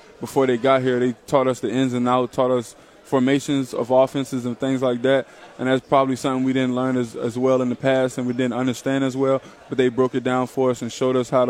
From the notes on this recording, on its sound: Joined Sports 180 live from SEC Media Days in Hoover.